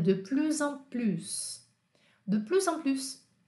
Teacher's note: é só essa palavra, ela não está conectada a nada, então você vai pronunciar sem medo os dois S's, salvo que o primeiro S é com som de Z e o segundo S com som de S mesmo